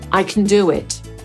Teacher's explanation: A mianowicie, nie powiemy I can, tylko I can, bo ta wymowa staje się słaba w przeciwieństwie do mocnej. No i do it łączy się w do it. Tam się nawet w pojawia w środku